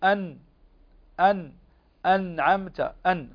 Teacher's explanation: أن النون الساكنة تخرج من طرف اللسان مع وصول الثنايا العليا